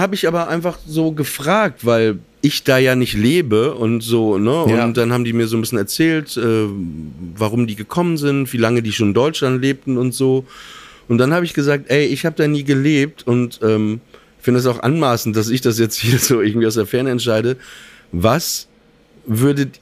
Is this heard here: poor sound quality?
no